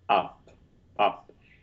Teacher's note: It's quite, I like to call it shallow, right, and short, but stressed. And it's different from ah. · Term: upside down V